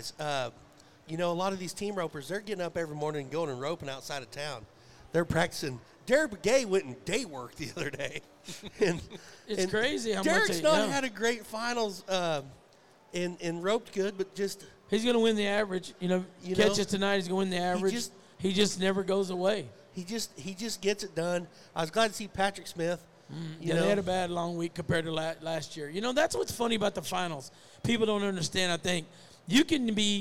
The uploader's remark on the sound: RümpChät Live at the 2023 NFR